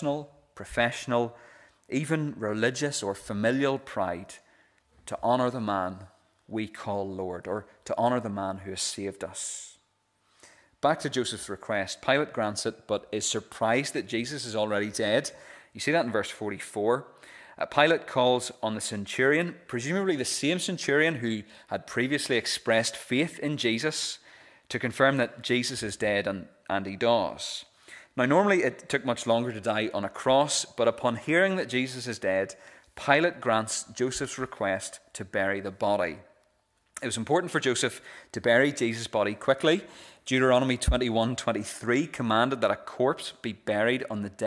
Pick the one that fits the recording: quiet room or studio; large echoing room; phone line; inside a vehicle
large echoing room